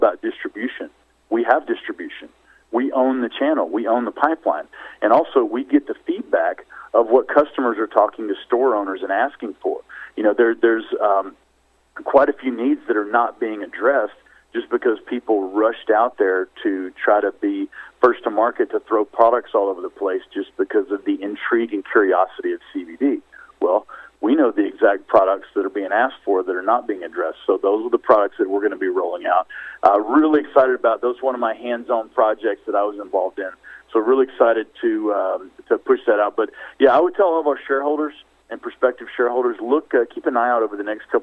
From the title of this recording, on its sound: Surge Holdings Inc. Conference Call